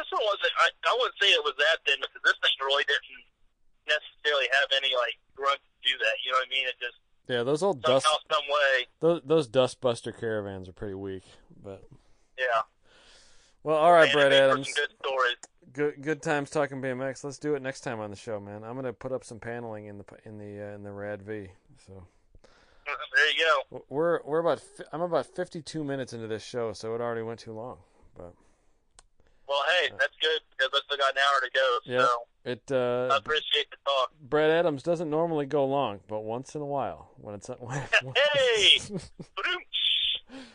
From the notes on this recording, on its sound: We had to do it via phone (anothe semi-successful experiment?).